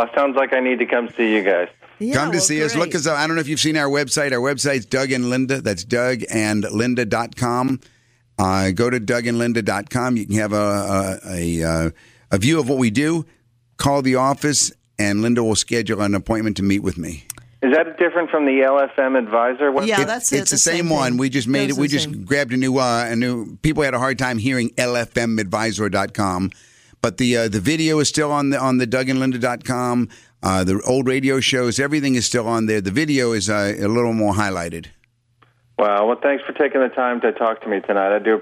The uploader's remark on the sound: Financial planning call-in show.